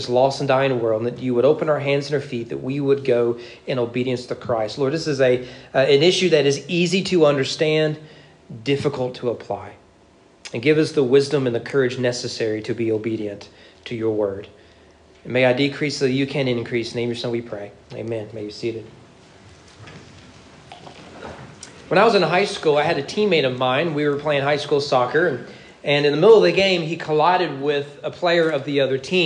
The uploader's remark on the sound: Sermon preached at East Frankfort Baptist Church at East Frankfort Baptist Church during morning worship.